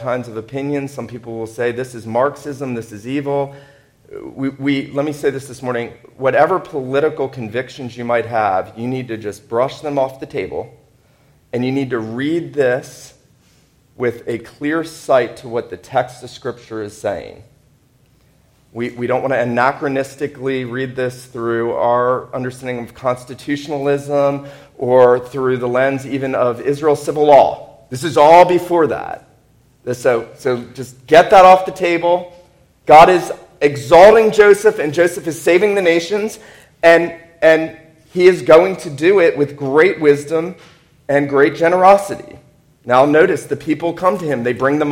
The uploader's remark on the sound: This sermon was preached at Wayside PCA on Signal Mountain, TN.